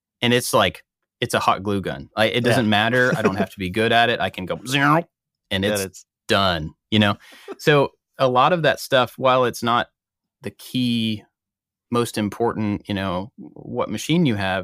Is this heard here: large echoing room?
no